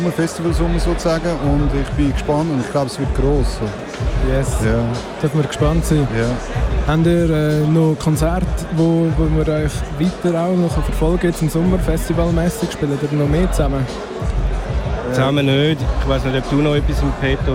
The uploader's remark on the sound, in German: Live vom Hood Look Good -Festival. Live aus Aarau. Live vom Hood Look Good -Festival.